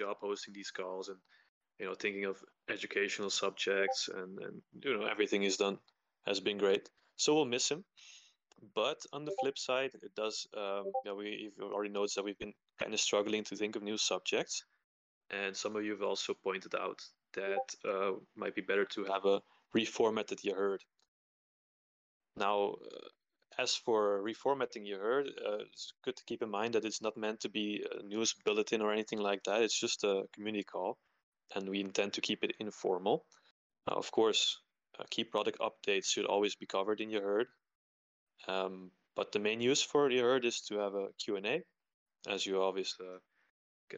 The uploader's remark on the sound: Weekly voice chat with the yAxis Project team. This is a recording of our weekly Discord event.